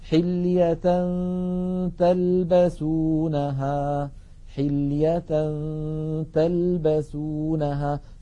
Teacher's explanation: فننتقل من التاء من كلمة حلية تاء إلى غنة، وقد هيئ الفم إلى قرب مخرج التاء، فإذا انتهى زمن الغنة نطقنا التاء · Term: الإخفاء